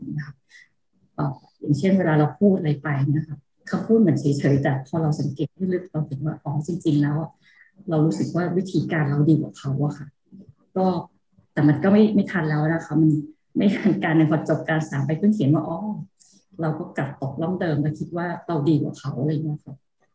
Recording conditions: video call